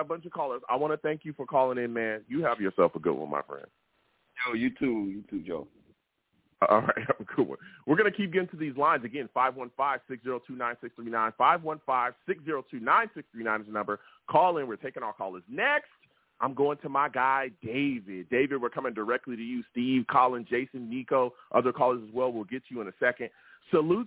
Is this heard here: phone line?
yes